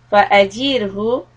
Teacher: ra sukun, preceded by kasra, is soft